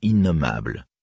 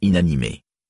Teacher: le N est donc long, comme dans innommable, plutôt que court, comme dans inanimé